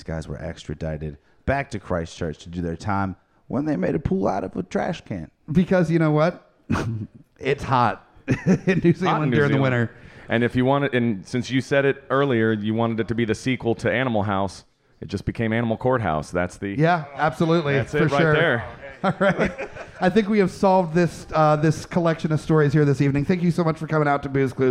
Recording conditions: live audience